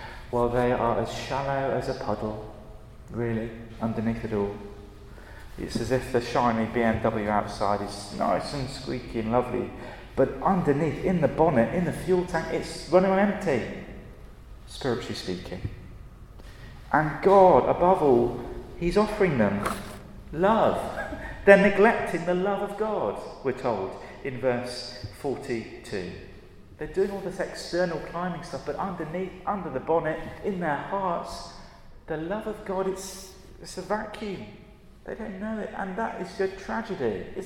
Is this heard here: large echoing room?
yes